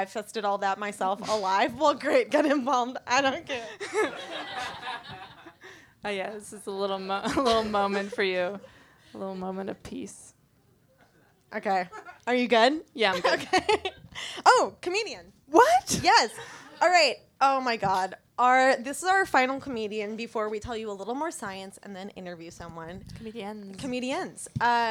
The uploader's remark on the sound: Recorded Tuesday, August 1, 2017 at Union Hall. At Union Hall.